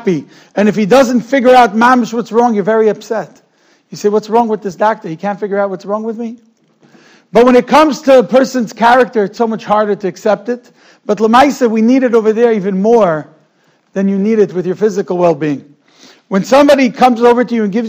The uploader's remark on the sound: Shiur recorded in Yeshivas Ohr Reuven, Monsey, NY.